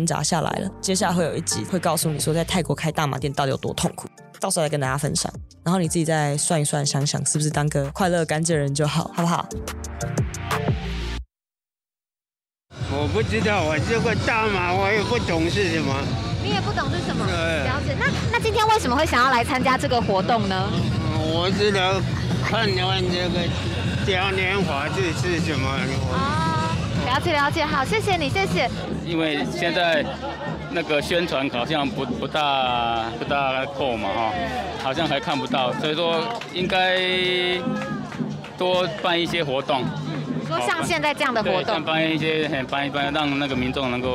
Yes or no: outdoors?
yes